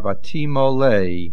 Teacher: The words are Vatimole, the stress is on the Lamed